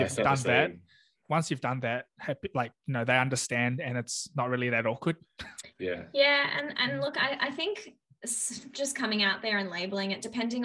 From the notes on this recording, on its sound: first ever Zoom collab